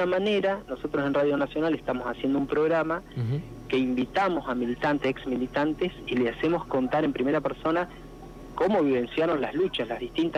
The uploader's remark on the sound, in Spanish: Tuvimos una charla telefónica